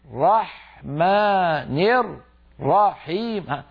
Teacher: يضل يبطئ في القراءة حتى كأنه فك الإدغام الرحمن الرحيم هل رأيتم كيف يفك الإدغام الراء المشددة فك الإدغام صار كل راء لوحدها. · Term: تمطيط الشد